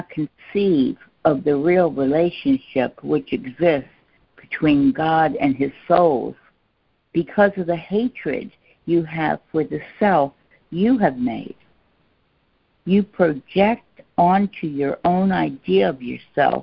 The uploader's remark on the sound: ACIM Daily Conference Call